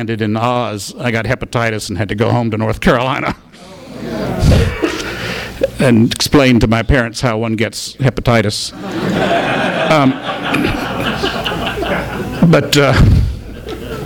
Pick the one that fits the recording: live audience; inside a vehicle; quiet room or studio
live audience